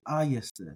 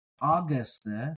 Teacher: in the environment of an epsilon following a gamma, the gamma becomes a y sound. · Shown in: first take · So this is not Augusta, but Ah yeah.